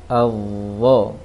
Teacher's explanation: dhal yang ditebalkan sehingga posisi lisan, ujung lisan ditempelkan ke ujung gigi atas, jangan ke bawah. Kalau ke bawah menjadi zo, jadi menjadi zai yang ditebalkan.